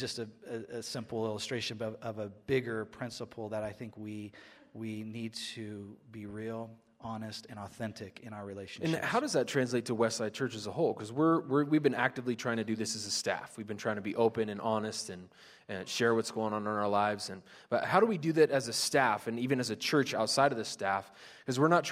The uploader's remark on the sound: Live at Westside Church.